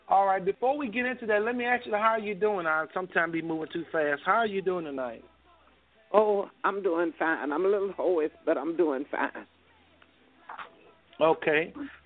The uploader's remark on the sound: THIS OLDER SHOW HAD THE MOST FAMILY ON THE PHONE LINE WITH OVER 6 GUEST AND LOTS OF DIALOGUE.